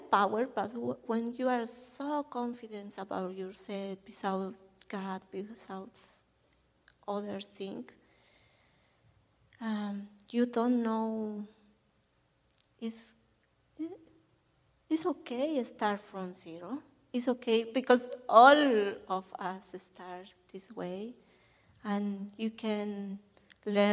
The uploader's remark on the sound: This is audio taken from the May 28, 2023 Sunday sermon at FBC Charlottetown PEI Canada.